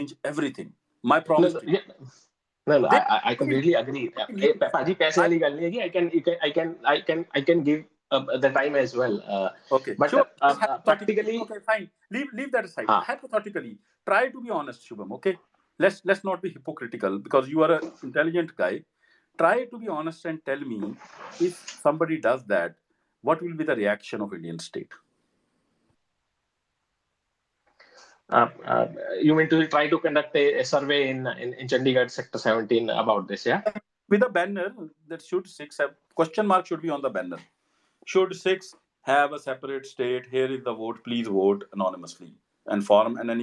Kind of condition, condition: link, video call